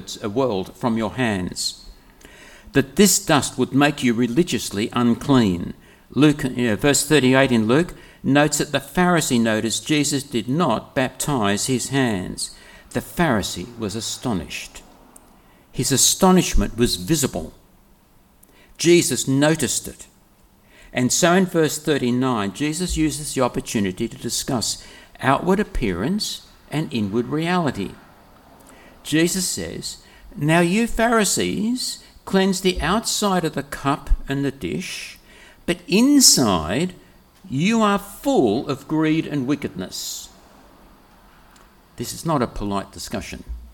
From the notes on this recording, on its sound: preached on the 11th of February 2024 at all services of Helensburgh and Stanwell Park Anglican Church